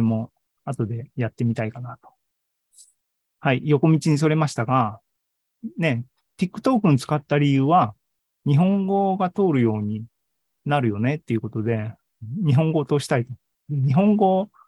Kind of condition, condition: link, video call